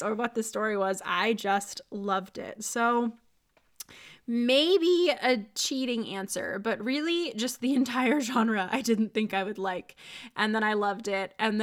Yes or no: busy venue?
no